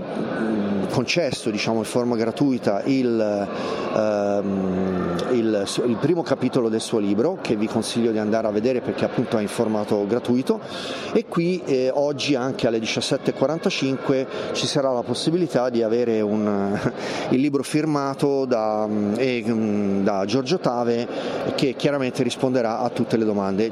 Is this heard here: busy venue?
yes